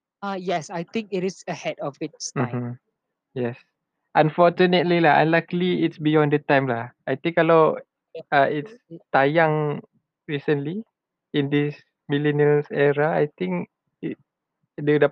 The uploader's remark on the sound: THERE WILL BE A SOUND DISTURBANCE DUE TO THE HOST'S MIC.